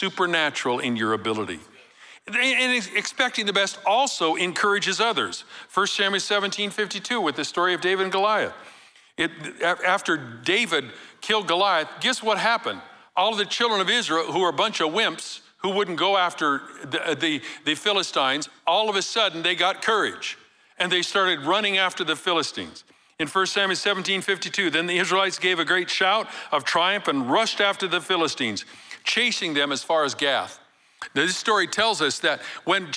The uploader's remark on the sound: Recorded live at Capital Church in Meridian, Idaho